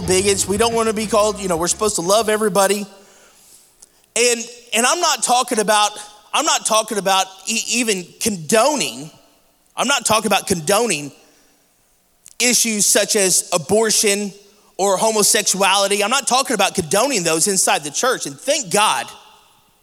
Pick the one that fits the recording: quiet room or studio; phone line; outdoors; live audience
live audience